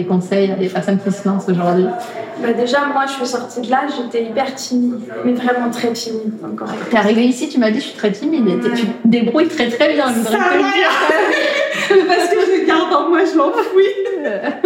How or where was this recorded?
busy venue